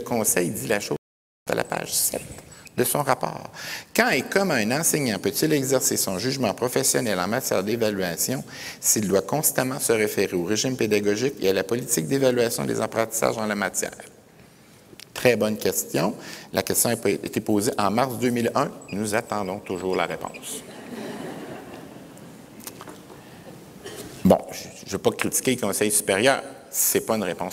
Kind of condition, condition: setting, live audience